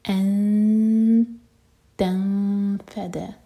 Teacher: نون کی آواز کو چھپائیں گے اور دو سیکنڈس کا ٹائم دیں گے. ان تنفد، تا کے بعد جو نون ہے وہاں پر اخفا ہوگا فا کے لیے.